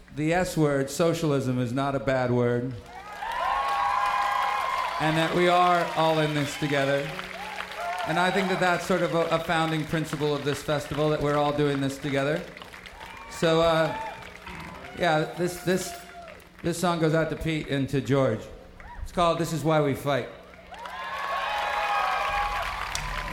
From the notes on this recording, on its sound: live at the 2011 Newport Folk Festival in Newport, R.